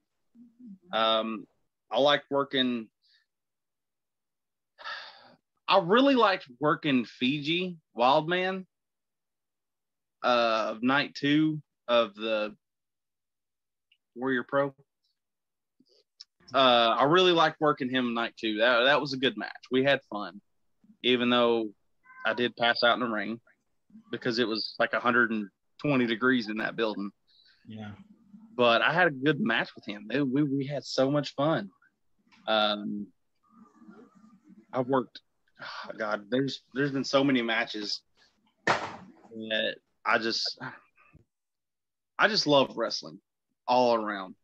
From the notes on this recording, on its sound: joins me on Zoom